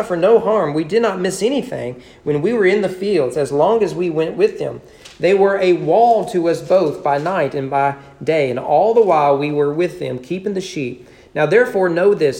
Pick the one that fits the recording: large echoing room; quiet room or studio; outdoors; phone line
large echoing room